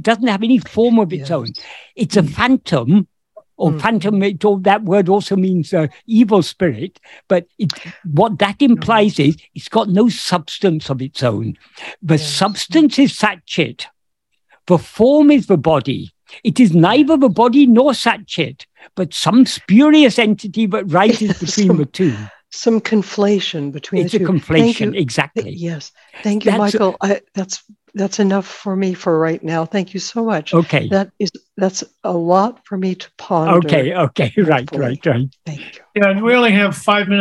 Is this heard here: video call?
yes